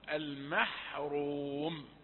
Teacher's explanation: ميم رقيقة وحاء مثلها، ثم تأتي الراء مضمومة مفخمة تفخيما مضموما